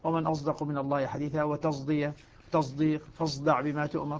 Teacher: ليست صادا خالصة وليست زايا خالصة، وإنما هي صاد مشربة زايا، عبر عنها بالإشمام طبعا، بإشمام الصاد زايا.